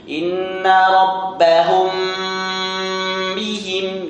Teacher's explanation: Ada mim sukun bertemu dengan ba, ada dengungnya. Inna rabbahum bihim. · Term: ikhfa syafawi